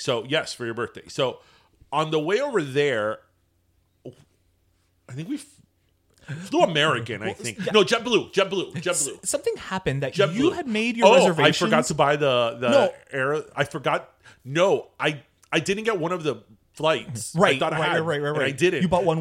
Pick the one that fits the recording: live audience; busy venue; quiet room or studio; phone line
quiet room or studio